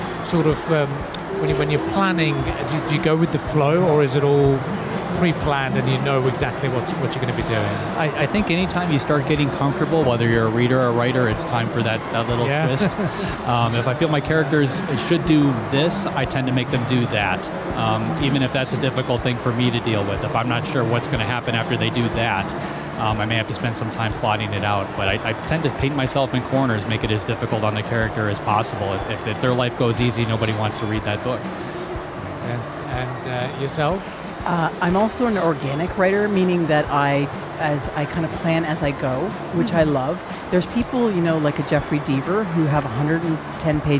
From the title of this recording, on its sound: Live from SIBF